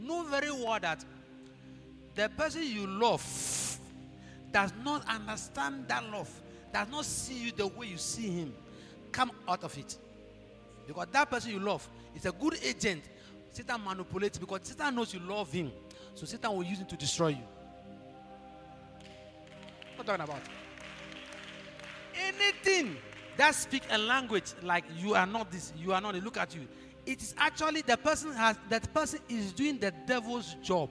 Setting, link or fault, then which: setting, large echoing room